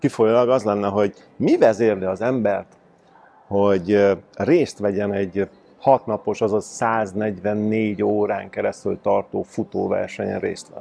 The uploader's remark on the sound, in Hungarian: A felvétel helyszínét a MAD DOG CAFE biztosította.